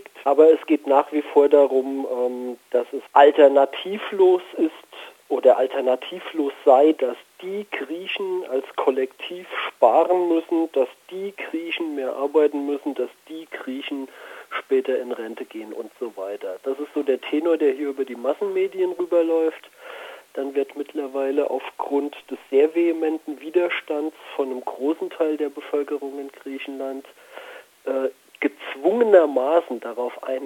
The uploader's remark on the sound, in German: Telefoninterview